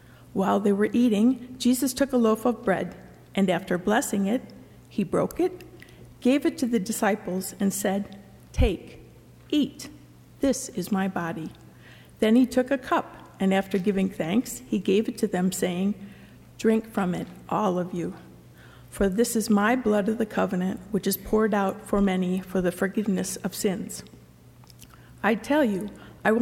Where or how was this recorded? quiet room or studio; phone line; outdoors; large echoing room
large echoing room